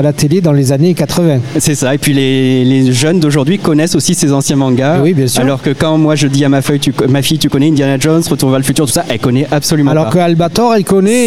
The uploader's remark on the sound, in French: Dans le cadre de la Foire Internationale de Montpellier 2023, Radio Aviva était en direct depuis le Hall B2 pendant neufs jours. Notre invité en plateau.